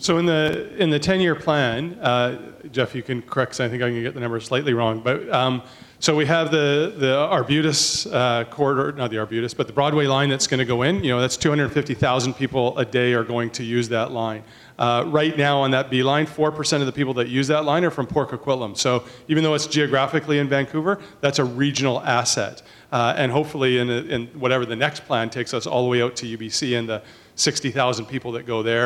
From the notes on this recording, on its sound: The forum included a lively discussion with a panel of prominent Canadians actively involved in transportation issues in the Metro Vancouver area. More than 175 people showed up for the panel discussion and weighed in with a variety of questions, concerns and suggestions.